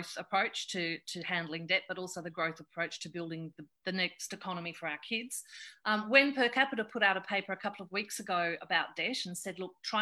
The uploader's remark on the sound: chat in a Facebook Live event on 8 May 2020